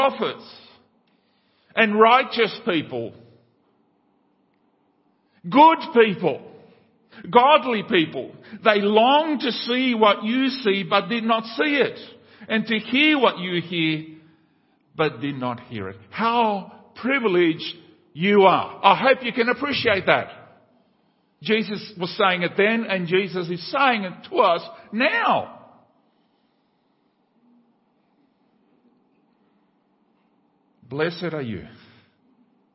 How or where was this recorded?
large echoing room